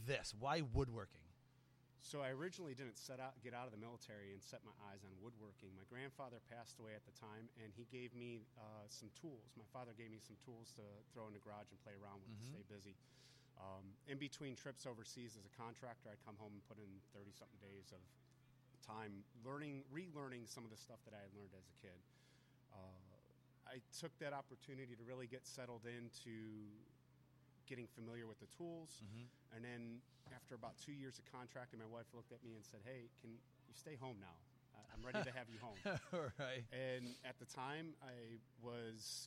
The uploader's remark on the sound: LIVE at Ballash Woodworks Grand Opening